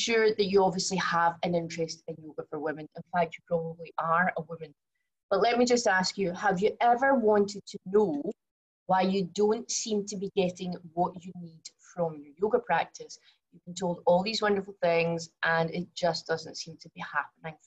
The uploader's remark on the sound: From the live webinar.